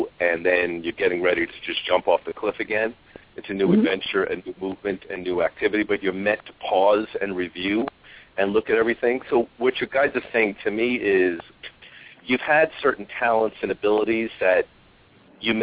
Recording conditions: phone line